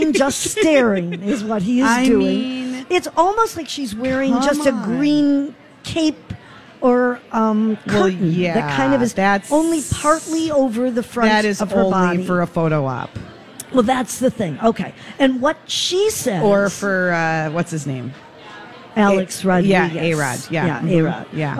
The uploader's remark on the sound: Live at the General Store of Minnetonka